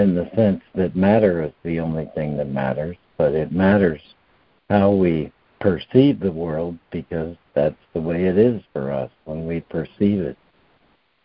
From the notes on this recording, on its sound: ACIM Daily Conference Call.